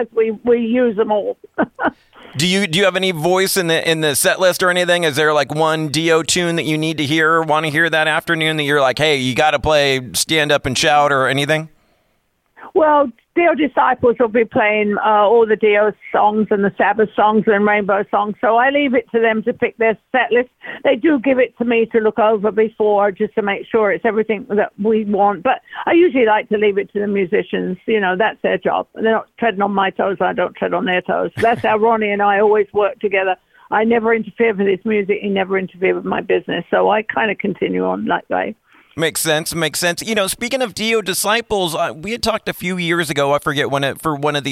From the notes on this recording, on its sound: called